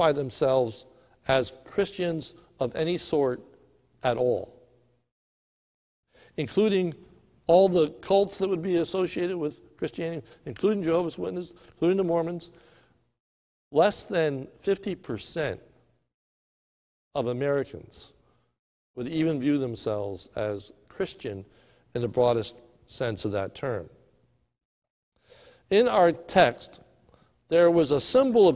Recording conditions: large echoing room